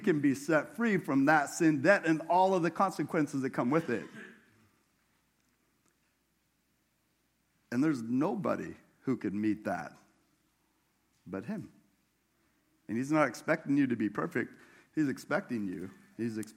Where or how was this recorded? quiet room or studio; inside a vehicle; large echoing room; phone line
large echoing room